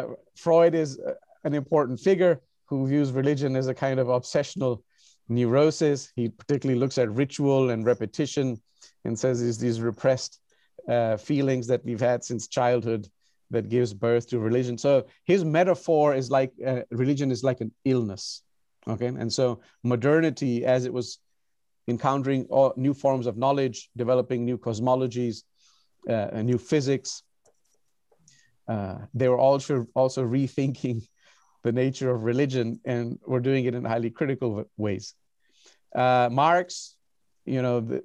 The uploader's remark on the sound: recorded on Zoom